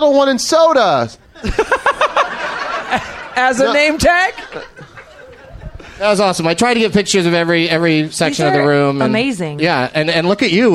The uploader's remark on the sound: Recorded live at the Acme Comedy Club in Minneapolis, Minnesota on March 31st, 2012.